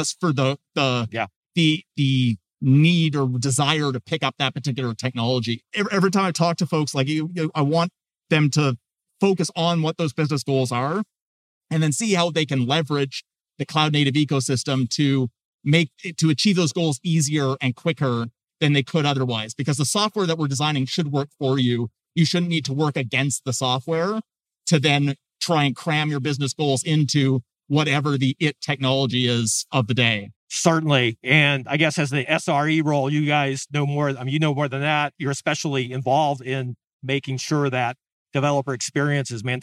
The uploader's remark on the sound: Recorded on the floor of KubeCon + CloudNativeCon Europe 2022. In this episode of The New Stack Makers podcast , recorded on the floor of KubeCon + CloudNativeCon Europe 2022.